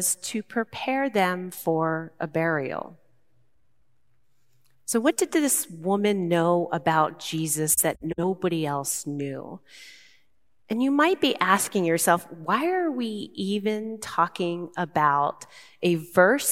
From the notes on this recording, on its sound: Recorded live at Beatitudes Church in Phoenix, AZ